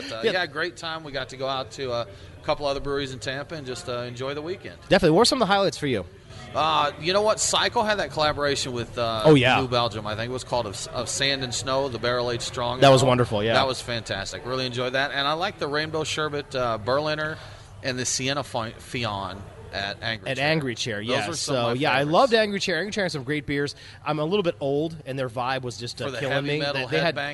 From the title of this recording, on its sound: Live from TopGolf